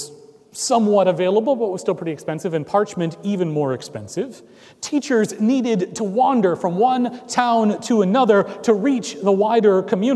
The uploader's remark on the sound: Recorded on July 9, 2017 at Trinity Presbyterian Church in Bixby, Oklahoma.